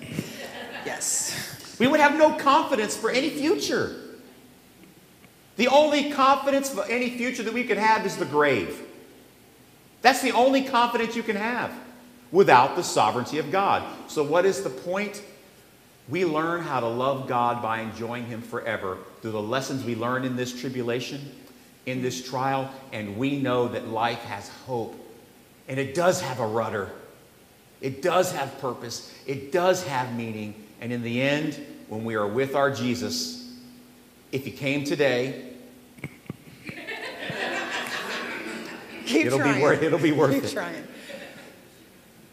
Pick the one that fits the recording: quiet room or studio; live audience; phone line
live audience